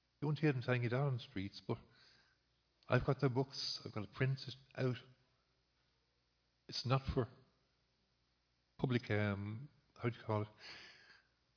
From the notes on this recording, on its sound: Recorded live in Liberty Church